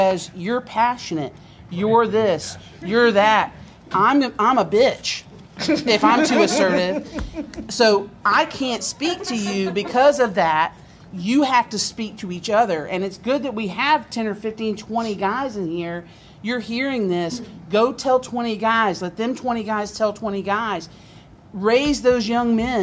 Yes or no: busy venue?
yes